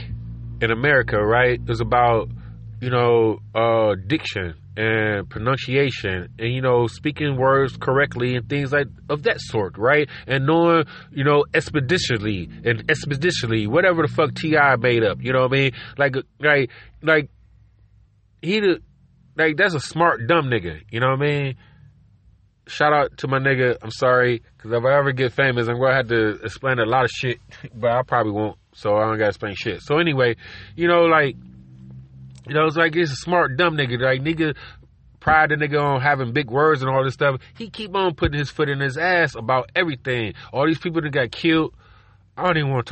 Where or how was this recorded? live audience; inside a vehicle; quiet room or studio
inside a vehicle